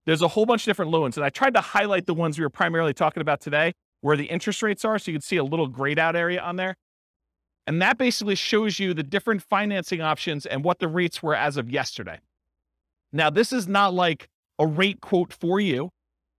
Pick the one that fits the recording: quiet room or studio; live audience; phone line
live audience